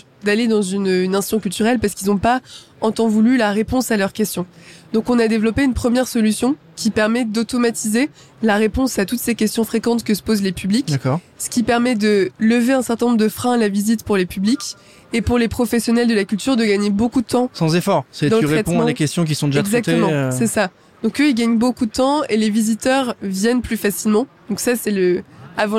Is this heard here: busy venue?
yes